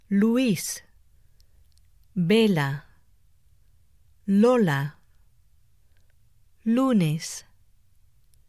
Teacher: To pronounce the L, place the tip of your tongue on the ridge behind your upper front teeth. Your tongue does not touch the upper front teeth as it does when pronouncing the English L.